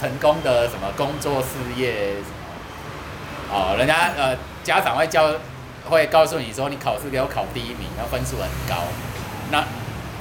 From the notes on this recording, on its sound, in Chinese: 錄音地點：Te en Té 山露露品茶。錄音設備：Samsung S8。